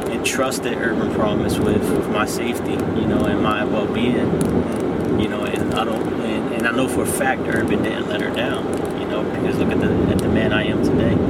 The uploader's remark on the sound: were on our way to a wedding in Delaware, and I decided to record our conversation with intention of using the footage and audio sometime in the future.